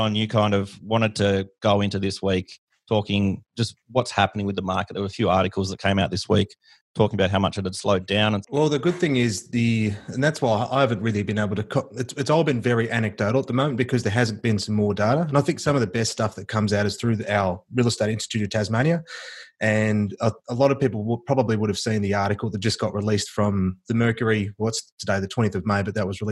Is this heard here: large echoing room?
no